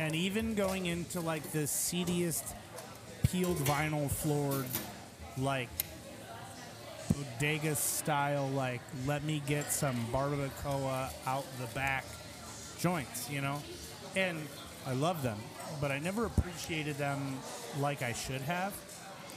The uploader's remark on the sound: We sat down on location at Ricochet Tacos during their Tuesday of Terror Halloween event! Heads up, it’s a noise one.